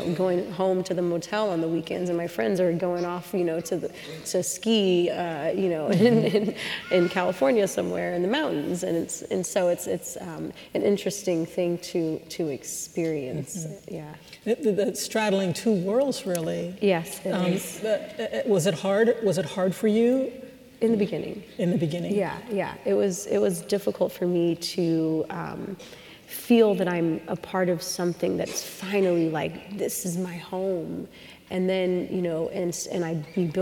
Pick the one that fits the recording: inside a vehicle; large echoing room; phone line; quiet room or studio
large echoing room